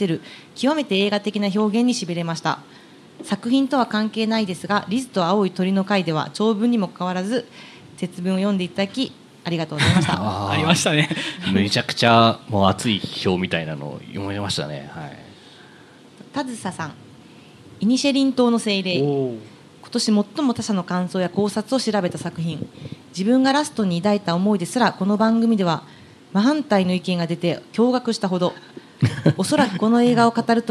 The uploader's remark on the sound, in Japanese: 公開収録in NakedLoft YOKOHAMA。ネイキッドロフト横浜で行われた公開収録。